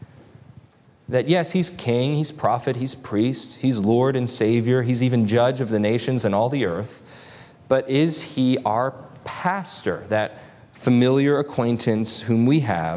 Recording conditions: large echoing room